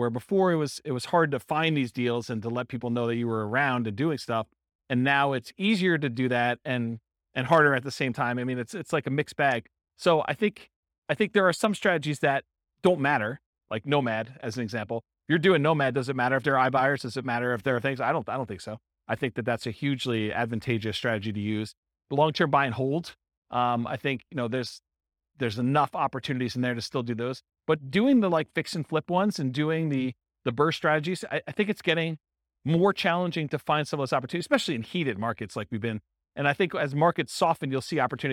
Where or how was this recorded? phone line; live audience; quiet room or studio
live audience